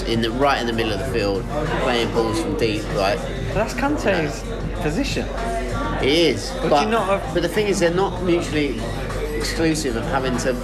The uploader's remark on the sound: Although he does phone in to help with an email we received. In the pub.